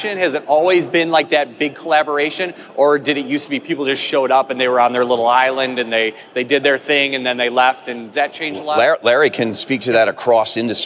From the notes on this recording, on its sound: Recorded live from the final day of the show. Over 130,000 registered attendees.